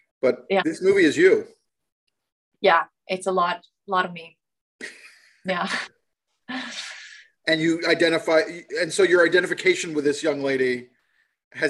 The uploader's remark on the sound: Shot via Zoom, January 2022.